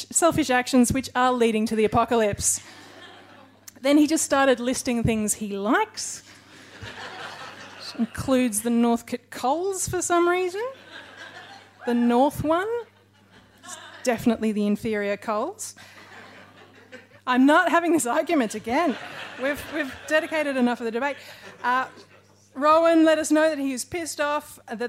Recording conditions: live audience